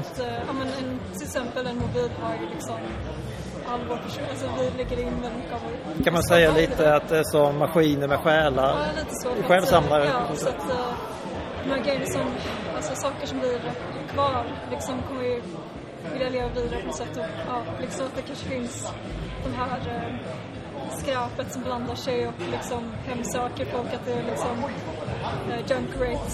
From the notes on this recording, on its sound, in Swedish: Creative Coast Festival 2016. Intervjua några lokala spelskapare som är på plats!